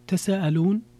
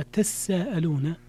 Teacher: أصلها تتساءلون، فمن قرأ تساءلون فمن خفف حذف، ومن قرأ تساءلون فقد أدغم. نعم، أدغم التاء في السين · Shown in: second take · وهذه القراءة الثانية تساءلون بتشديد السين قرأ بها البقية.